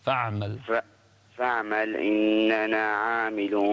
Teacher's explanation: هذه همزة وصل، همزة وصل ما تنطق فيها